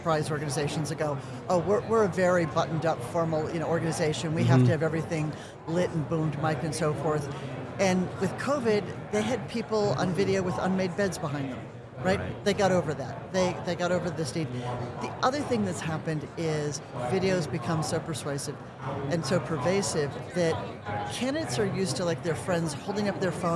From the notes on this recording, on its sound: Recorded live from the floor of HR Tech. This is a special mini series recorded with Oleeo at HR Tech 2023.